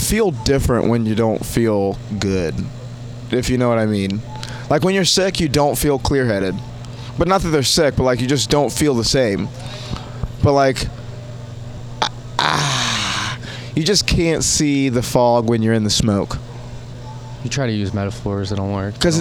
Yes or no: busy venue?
yes